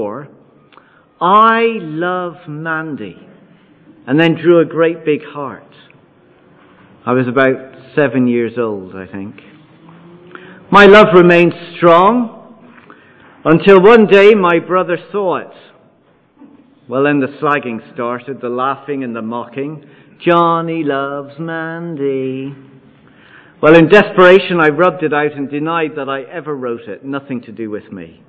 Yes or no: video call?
no